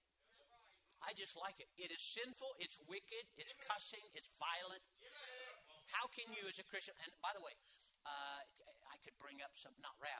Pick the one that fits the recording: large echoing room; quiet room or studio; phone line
large echoing room